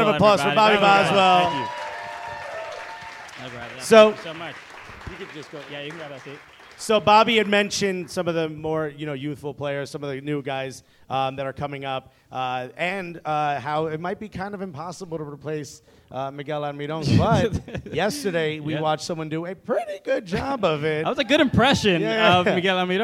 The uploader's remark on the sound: Live Podcast at Red Clay Comedy Festival. This episode was recorded live at Argosy in East Atlanta Village.